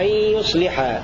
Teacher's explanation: بضم الياء وتخفيف الصاد وهي ساكنة وكسر اللام وحذف الألف